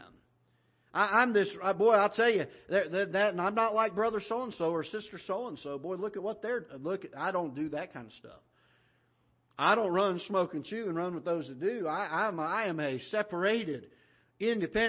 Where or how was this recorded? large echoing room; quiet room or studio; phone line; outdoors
large echoing room